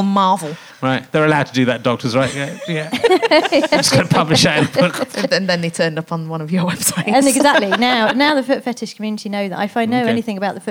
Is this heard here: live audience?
yes